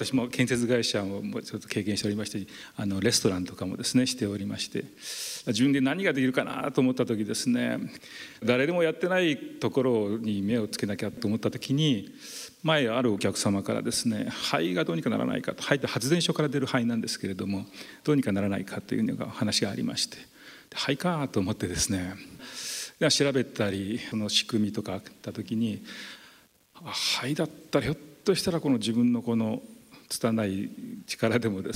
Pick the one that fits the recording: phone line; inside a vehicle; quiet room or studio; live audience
live audience